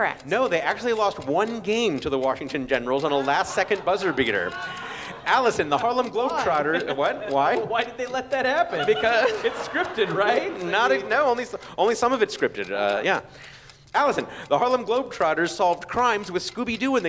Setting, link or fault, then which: setting, busy venue